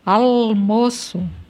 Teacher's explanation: o português fala almoço, um L velarizado, almoço.